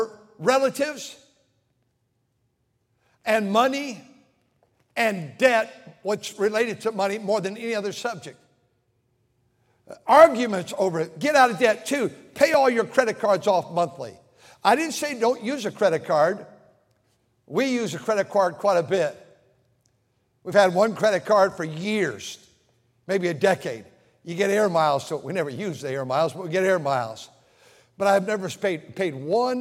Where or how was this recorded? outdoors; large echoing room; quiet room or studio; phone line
large echoing room